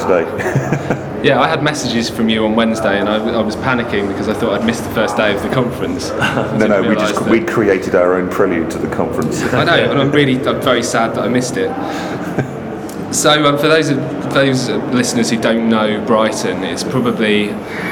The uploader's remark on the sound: Live at the Brighton Music Conference